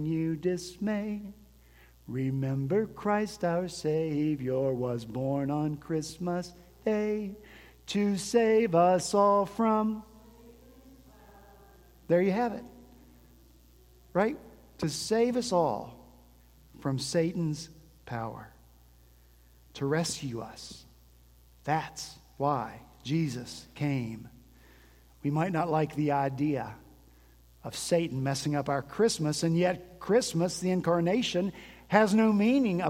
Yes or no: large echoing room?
yes